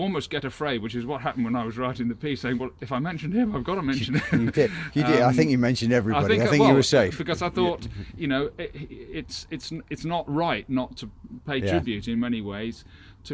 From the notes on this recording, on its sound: The boys are outdoors again for this week's podcast. They have a guest with them.